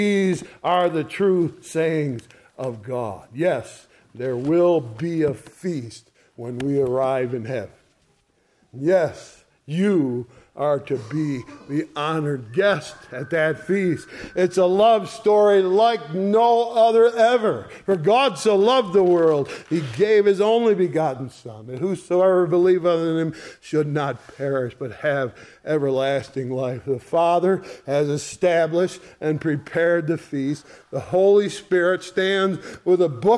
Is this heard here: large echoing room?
yes